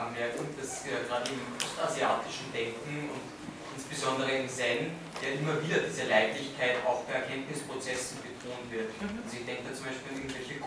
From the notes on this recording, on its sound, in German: von Studierenden aufgezeichnet